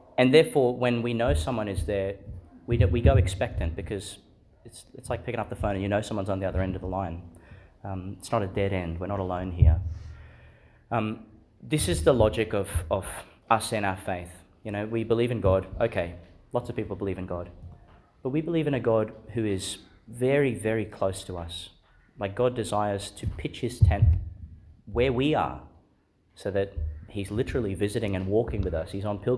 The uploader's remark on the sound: Delivered in the Chanel College Chapel, Gladstone, Qld.